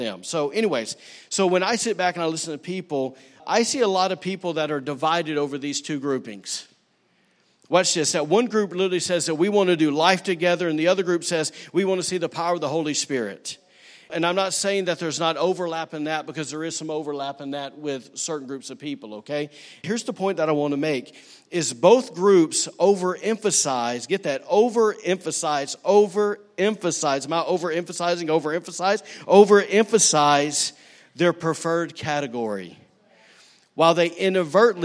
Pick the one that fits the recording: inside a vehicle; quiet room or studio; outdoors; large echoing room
large echoing room